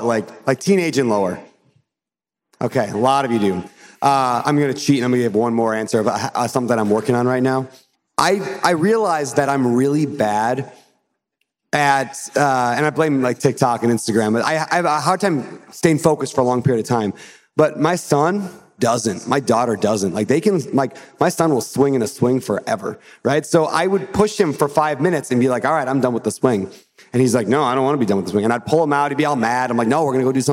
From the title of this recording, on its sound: Live Host Panel from NOLA